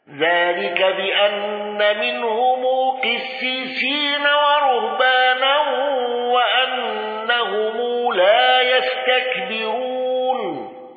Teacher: خلف عن حمزة بترك الغنة